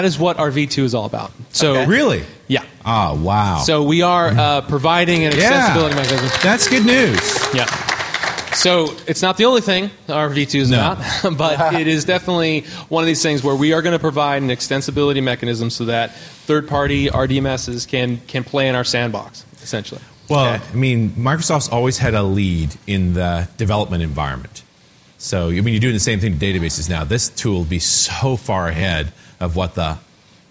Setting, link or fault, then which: setting, busy venue